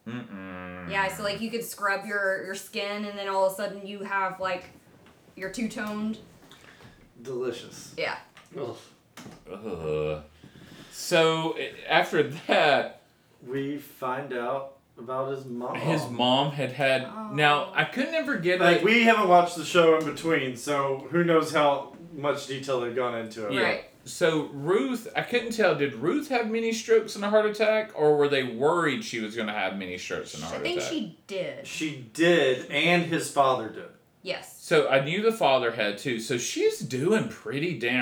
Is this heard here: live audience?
no